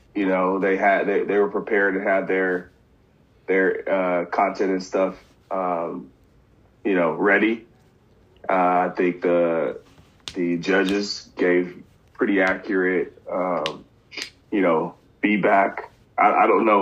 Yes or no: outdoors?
no